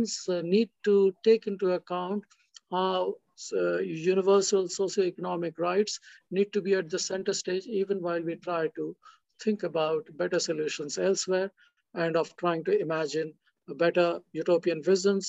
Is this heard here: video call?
yes